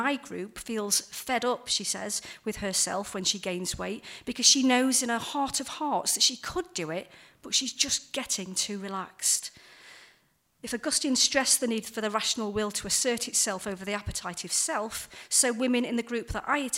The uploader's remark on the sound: The talk was recorded at the Church Times Festival of Faith and Literature, at Bloxham School, in Oxfordshire, in February.